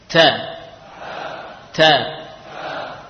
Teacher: huruf ta ini berasal dari ujung lidah dengan pangkal gigi